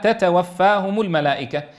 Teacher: الهمس موجود في الكاف والتاء المتحركتين، لكن وضوح الهمس في الساكن هو أشد وضوحا منه في المتحرك.